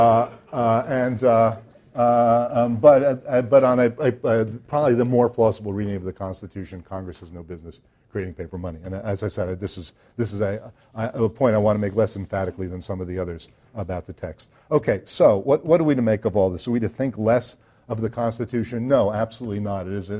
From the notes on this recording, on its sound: This talk was recorded on February 26, 2014, as part of the Chicago's Best Ideas Lecture Series.